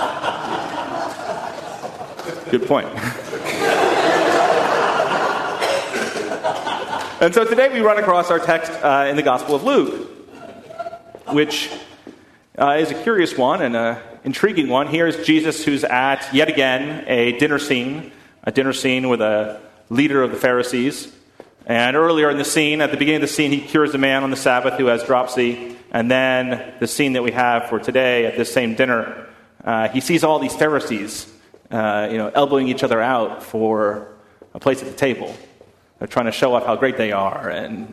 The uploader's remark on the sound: at First Congregational Church of Houston